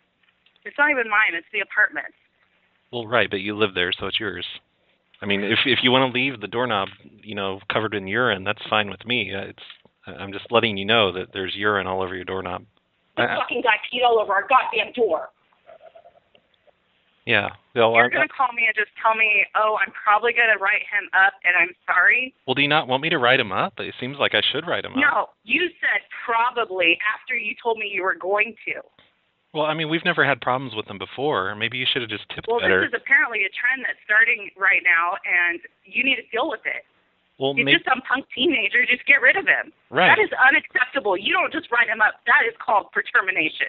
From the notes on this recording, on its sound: Prank Phone Calls